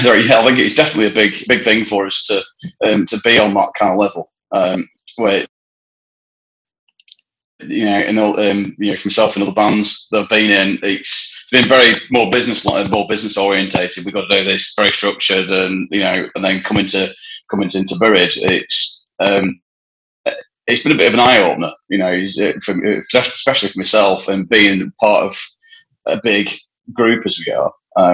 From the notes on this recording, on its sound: Recorded via Zoom